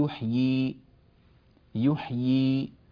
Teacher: فنحن نقرأ في الوصل يحيي الأرض، فالياء مكسورة، طبعا الياء الثانية لا تظهر تخلصا من التقاء الساكنين، لكننا إذا وقفنا نثبت الياءين فنقول يحيي